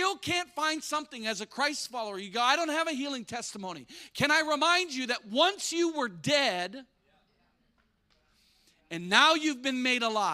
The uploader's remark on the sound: spoke live at our church.